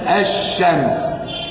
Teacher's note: فإنها في كلمة الشمس لام شمسية مضغمة لوقوع الشين بعدها، أضغمت اللام في الشين فأصبحت لام شمسية كما في كلمة الشمس، فسمها بذلك.